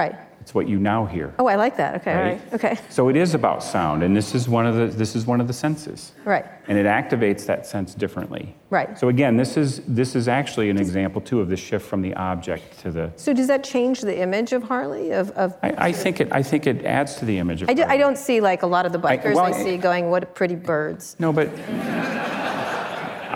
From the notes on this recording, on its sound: live onstage at the 2019 Code Conference